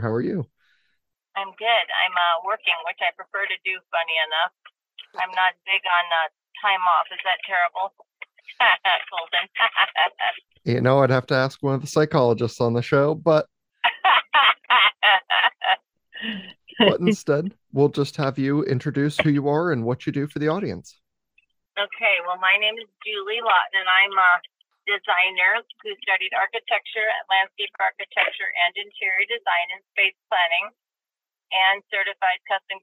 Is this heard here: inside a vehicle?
yes